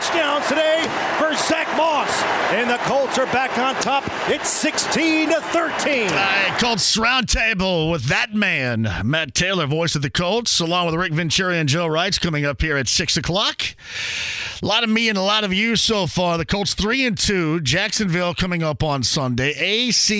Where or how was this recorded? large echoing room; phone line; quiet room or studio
phone line